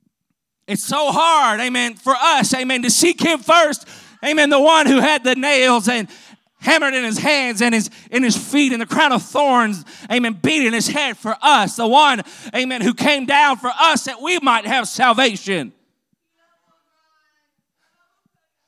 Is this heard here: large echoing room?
yes